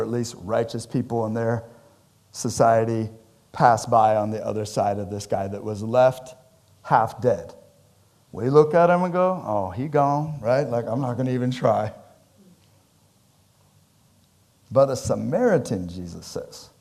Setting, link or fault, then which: setting, large echoing room